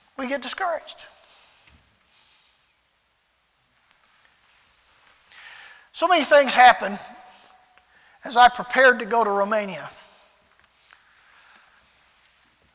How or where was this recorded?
large echoing room